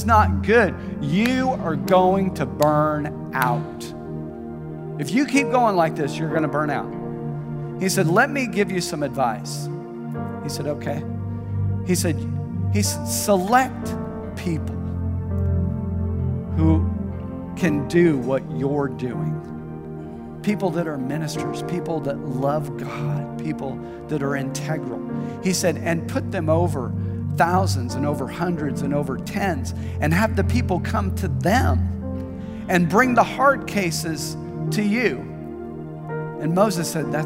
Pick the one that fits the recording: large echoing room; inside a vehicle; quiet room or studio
large echoing room